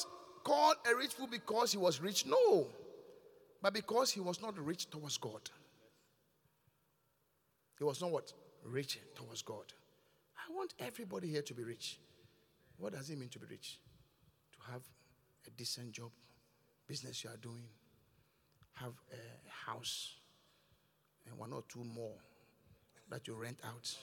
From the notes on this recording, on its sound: Preached at The Qodesh